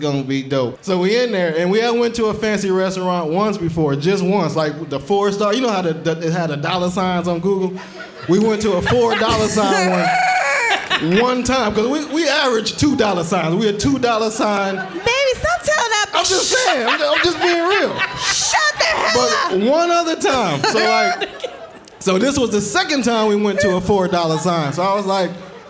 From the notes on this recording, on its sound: We're live from Hartbeat Weekend at Resorts World in Vegas